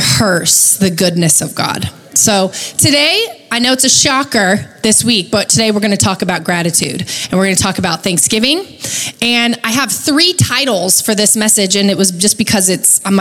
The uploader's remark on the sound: Recorded live at Capital Church in Meridian, Idaho